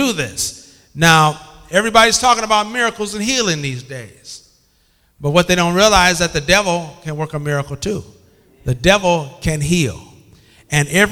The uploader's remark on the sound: This bible study was recorded in 2007 at Greater Bible Way Temple in Bay City, MI.